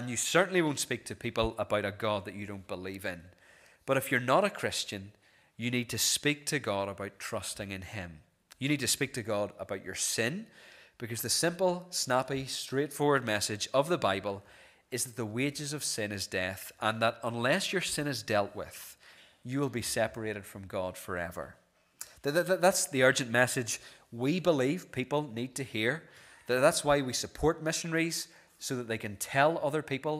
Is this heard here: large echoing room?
yes